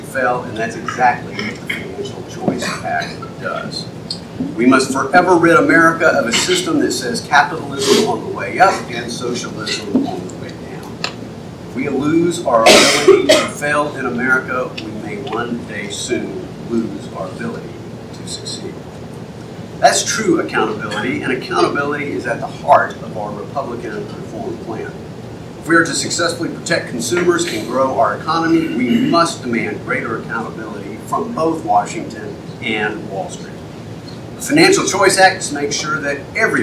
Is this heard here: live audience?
yes